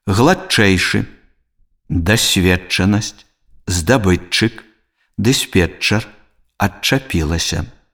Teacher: Спалучэнне зычных «д» і «т» з наступнай афрыкатай «ч» утварае падоўжаную афрыкату «ч».